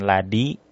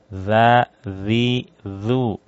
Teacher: Ujung lidah bertemu dengan ujung gigi seri bagian atas · Shown in: second take · Term: huruf zal